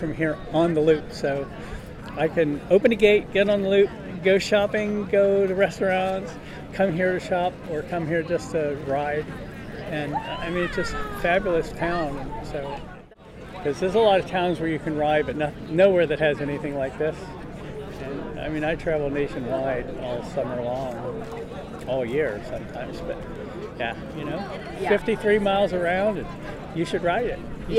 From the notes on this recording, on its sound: Reports from the Rillito Park Farmers Market at the March Bike to the Market Day ! Collage of interviews and live music--sounds you can hear at every Heirloom Farmers Market.